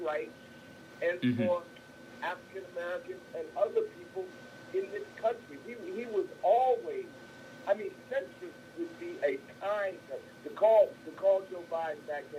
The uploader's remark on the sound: The Open Line Radio Show. We have on the phone.